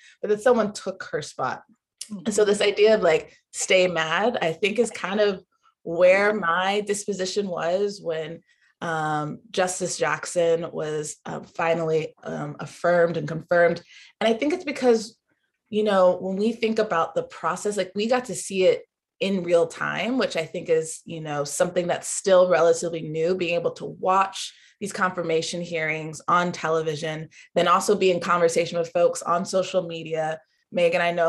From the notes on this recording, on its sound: We took the show on the virtual road and recorded a super fun episode on Clubhouse